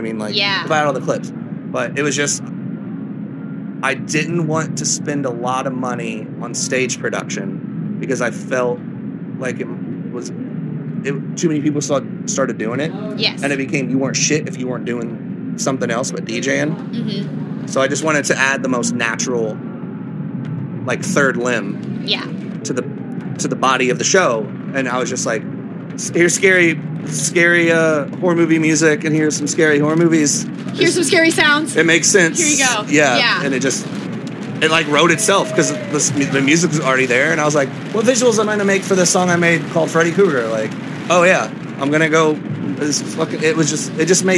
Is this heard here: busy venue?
yes